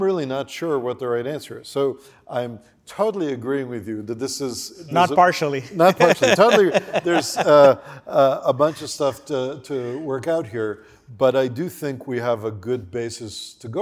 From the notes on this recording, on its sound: Who spoke at the Crosscut Ideas Festival in May 2023.